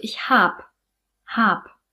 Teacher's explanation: Ich hab spricht man am Ende mit einem P, mit einem stimmlosen P aus. Das heißt, hier brauchen wir eine Auslautverhärtung.